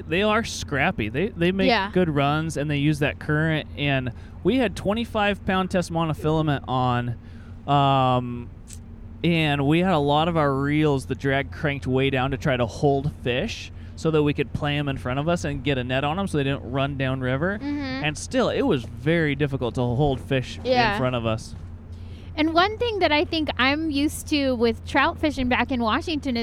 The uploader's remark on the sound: Driving home from some real good fishing' on the Russian River. We are passing through Cooper Landing on the Kenai Peninsula.